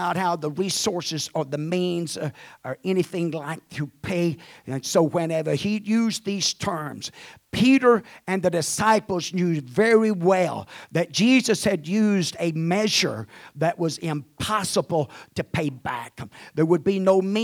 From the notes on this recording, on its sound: at the First Jesus Name Church of Benndale on the Sunday morning of 6-18-2023